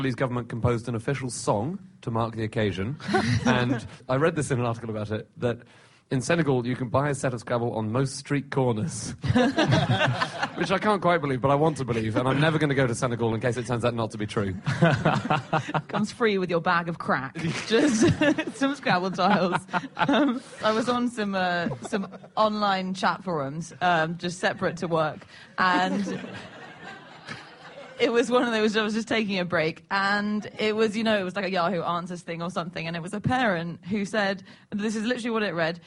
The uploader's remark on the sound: Live from The Edinburgh Festival